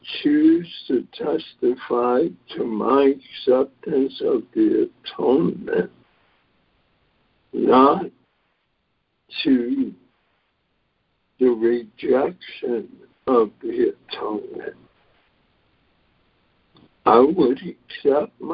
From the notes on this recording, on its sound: ACIM Daily Conference Call.